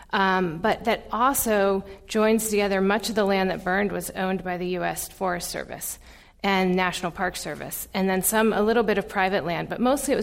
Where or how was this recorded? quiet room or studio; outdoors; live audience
live audience